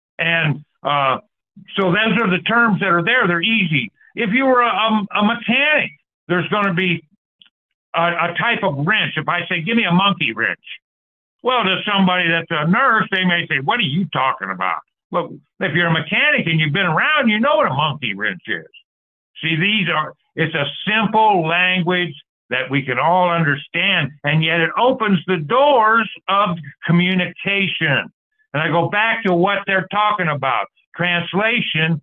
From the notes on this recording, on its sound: Call In Bible Study